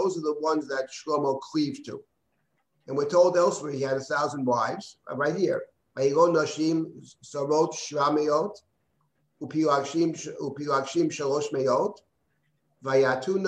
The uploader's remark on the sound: This audio was originally captured from Zoom